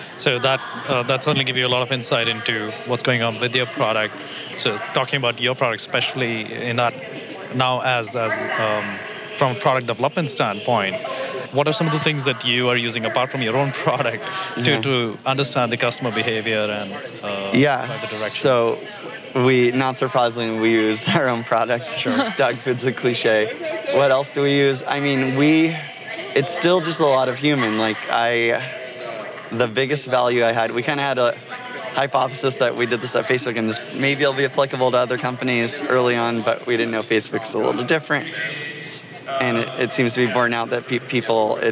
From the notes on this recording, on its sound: The 3Pillar team interviews many of the speakers and attendees at Industry Summit 2017, a product- focused conference that features talks from a wide range of product leaders and tech visionaries.